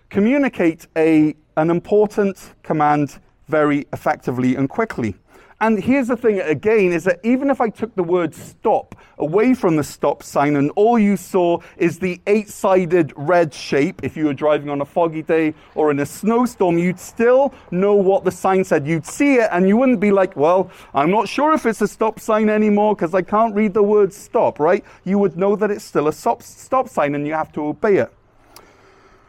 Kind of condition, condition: setting, large echoing room